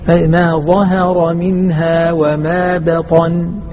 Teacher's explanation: ظهر مرقق بين مفخمين وبطن مفخم بين مرققين